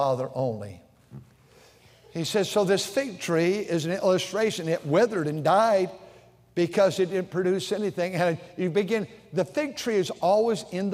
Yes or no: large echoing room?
yes